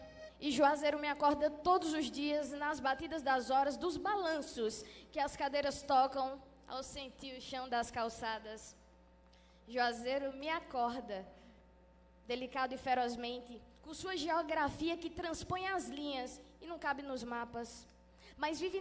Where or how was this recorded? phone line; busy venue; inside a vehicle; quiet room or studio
busy venue